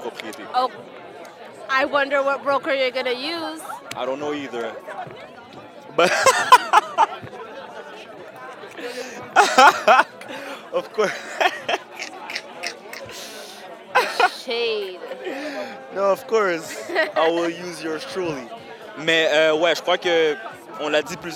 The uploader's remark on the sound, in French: En Direct du Cocktail au Canal (AJCCSOM). En direct de la Station F-MR, pour le tout premier événement de réseautage de l'AJCCSOM (L'Aile jeunesse de la Chambre de commerce du Sud-Ouest de Montréal).